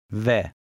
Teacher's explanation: It is pronounced as a cross between the English W and V, depending on the sound that precedes it.